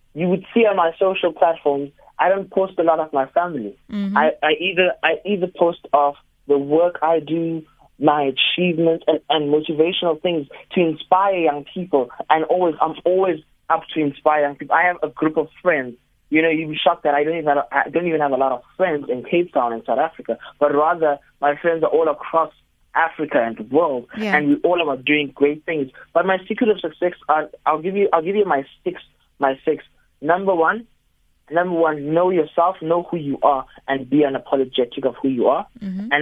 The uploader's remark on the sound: GUEST(Phone)